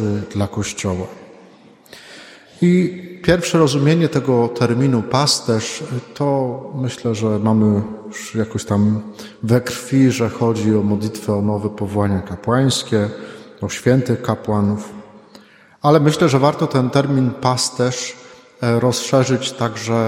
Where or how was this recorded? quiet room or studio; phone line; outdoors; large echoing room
large echoing room